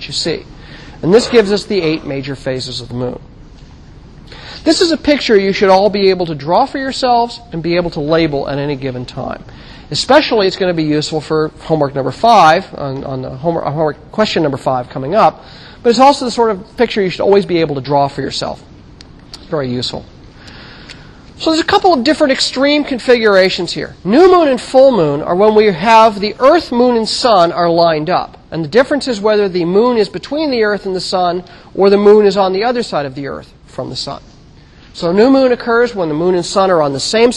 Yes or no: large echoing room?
yes